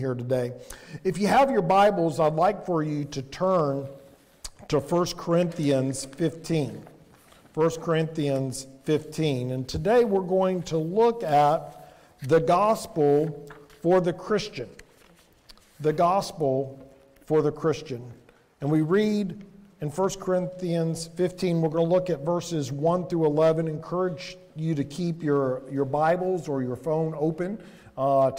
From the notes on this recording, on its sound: Sermon audio from Mission Church in Locust, NC.